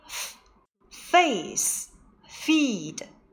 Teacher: 上齿轻咬下唇，气流通过齿唇间形成摩擦音。二者的区别是，f 是轻辅音，发音时气流较强，而声带不震动。 · Term: 唇齿摩擦辅音